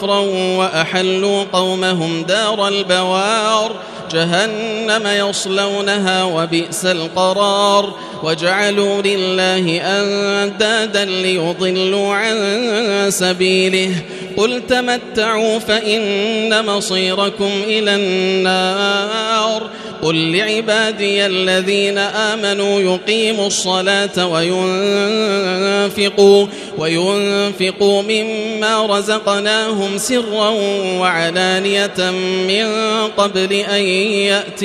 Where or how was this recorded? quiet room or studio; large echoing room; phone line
large echoing room